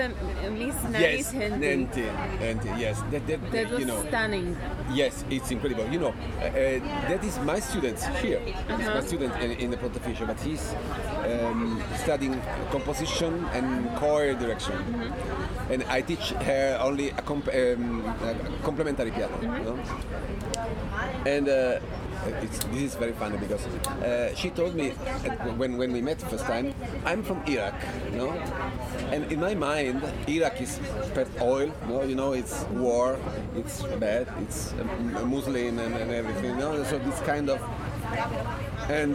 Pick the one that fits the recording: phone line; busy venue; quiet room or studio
busy venue